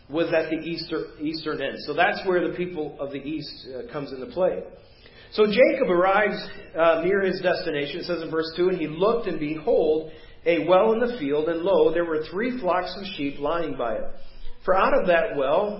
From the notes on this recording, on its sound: Preached at First Baptist Church of Hazel Park